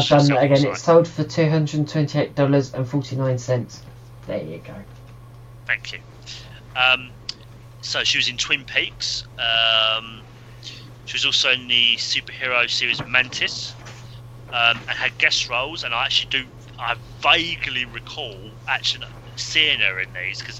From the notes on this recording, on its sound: Please note that the episode unfortunately suffers from minor technical difficulties throughout.